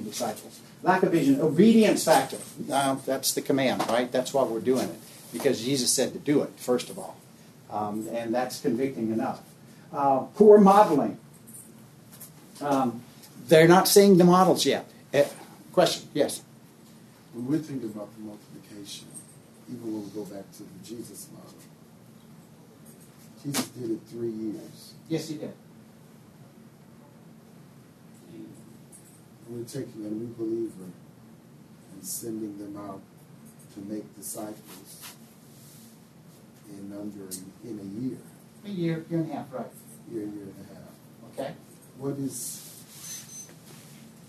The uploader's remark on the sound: This episode is from Global Discipleship Initiative, recorded at the National Disciple Making Forum.